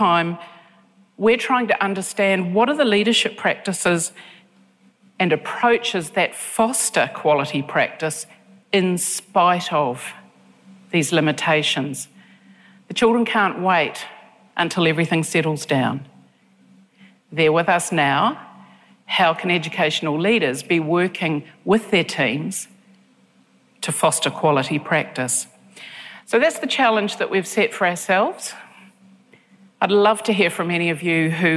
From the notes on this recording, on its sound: Conference presentations from the Victorian Government's Realising the Potential Conference. (from the Realising the Potential Conference). The audio for this session has been generously provided by the Victorian Department of Education and Training.